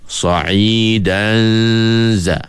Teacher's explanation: Masa kita dengung sa'idan itu, kita punya makhraj zai telah pun bersedia hampir pada makhrajnya. · Term: ikhfa